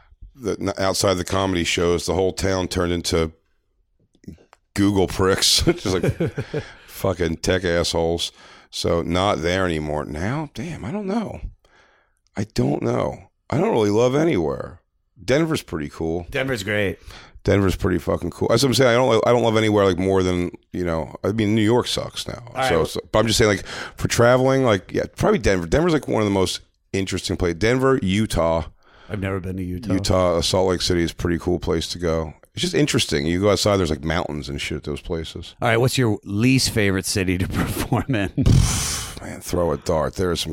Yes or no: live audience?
no